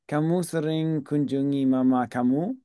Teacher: always raise your intonation when it comes to Kamu